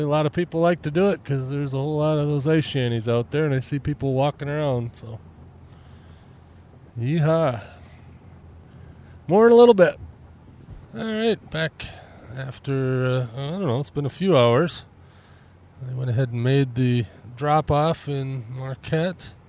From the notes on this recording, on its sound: This time I'm driving back home after a run to I think Petoskey